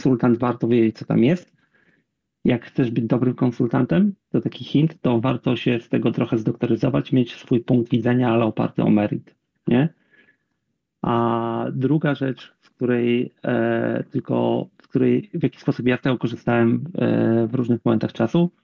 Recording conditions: video call